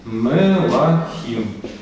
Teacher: А ударение переходит на окончание.